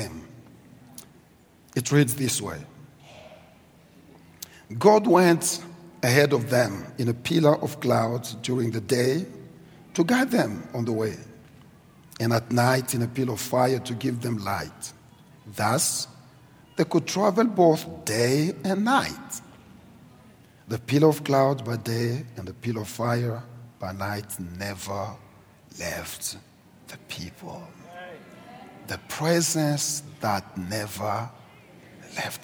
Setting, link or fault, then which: setting, large echoing room